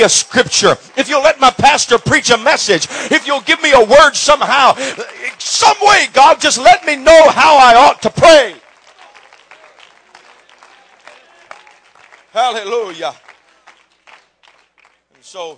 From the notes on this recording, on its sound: preaches in Burr Ferry, LA River of Living Water Conference